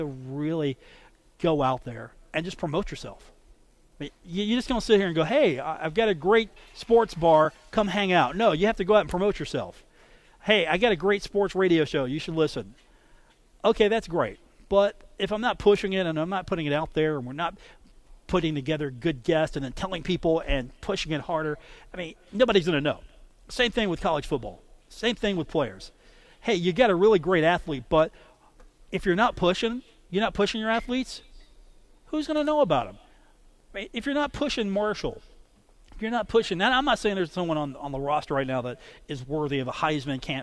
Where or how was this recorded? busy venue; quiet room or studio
busy venue